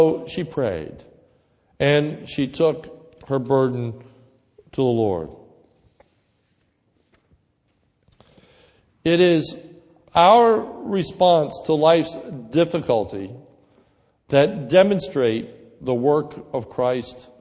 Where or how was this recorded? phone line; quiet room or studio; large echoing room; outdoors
large echoing room